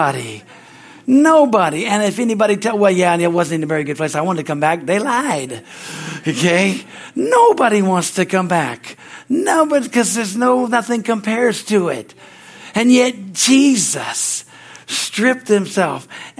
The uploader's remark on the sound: from the Christmas Eve service on December 24, 2023 at Harvest Bible Church in Stockton, CA